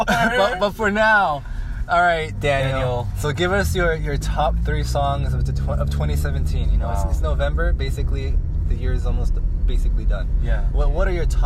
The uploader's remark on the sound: With a packed Prius. Decided to record an impromptu podcast on their drive home after eating chicken wings with their friends.